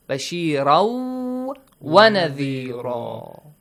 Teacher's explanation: Idgham must be applied here. How you merge tanween to waw, and it means you kind of add one waw there. One more waw, sakin waw.